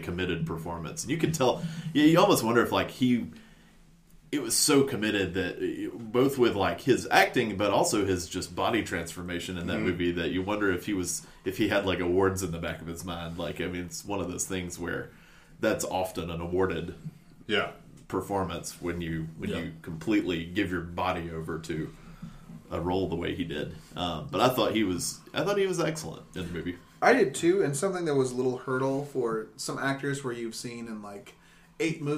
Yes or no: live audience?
no